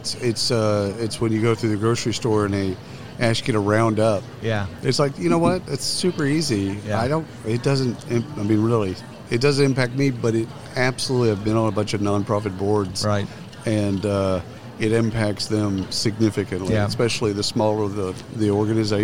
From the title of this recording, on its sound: Live from SHRM 2022